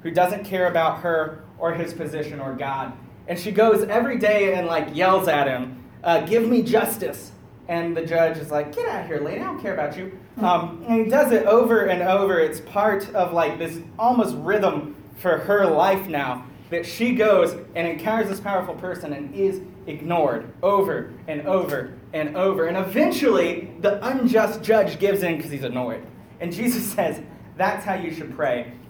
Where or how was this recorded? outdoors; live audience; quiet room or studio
live audience